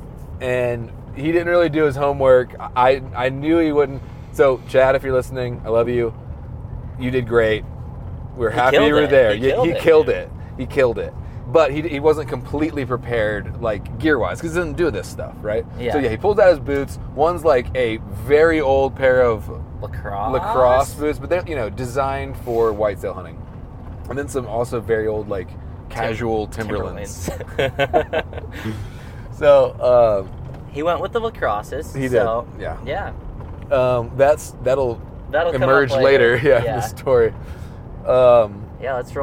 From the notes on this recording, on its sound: As we are driving down the road.